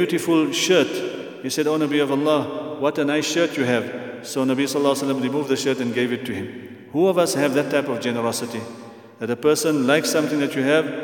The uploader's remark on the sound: at the Houghton Masjid (West Street)